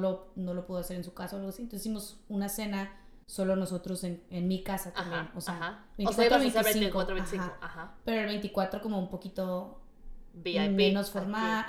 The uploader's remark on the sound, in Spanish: Tuvimos algunos problemitas con el audio.